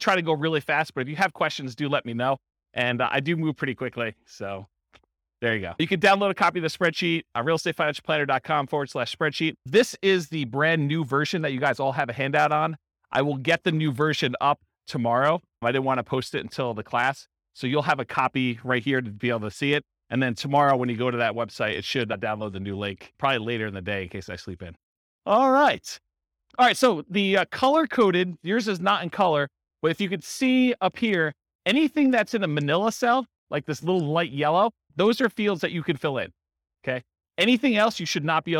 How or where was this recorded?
live audience